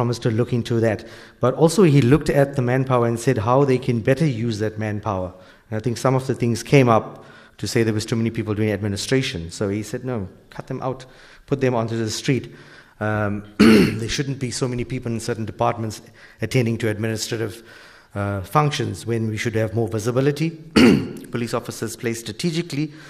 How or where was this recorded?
live audience